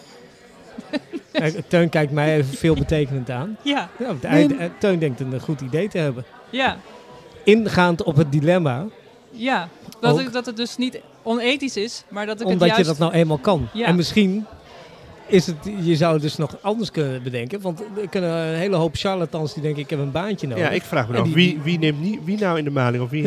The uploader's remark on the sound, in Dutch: Opgenomen in kunstenaarssociëteit Arti et Amicitae